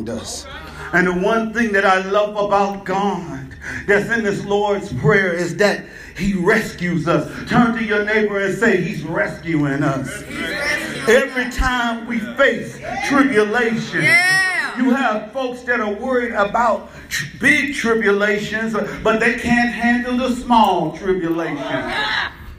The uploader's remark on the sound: It was preached before a Live audience in Kansas City.